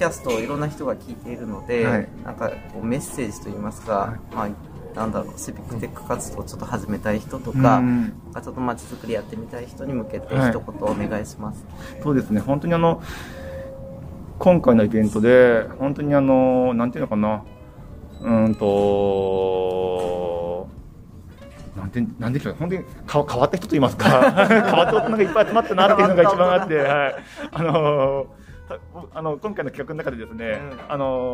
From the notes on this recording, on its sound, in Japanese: シビックテックミートアップ2022「いざ岐阜へ」の企画で、イベント会場にお邪魔したり、その場でお声がけをして、インタビューや雑談形式で話を伺ってそれをポッドキャストに収録する現地レポートとなります。